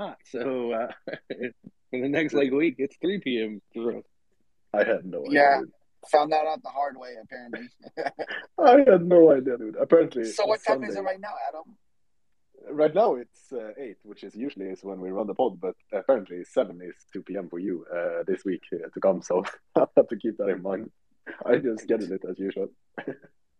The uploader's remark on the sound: The content in this podcast is a recorded Twitter space hosted on the 31st of October 2022.